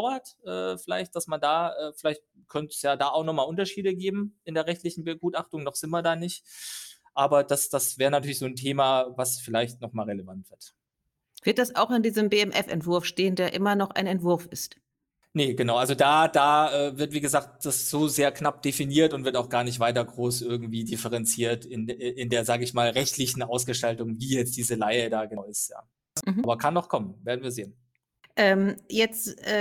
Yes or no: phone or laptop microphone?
no